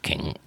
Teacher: az angolban nincs ott a G, hanem csak king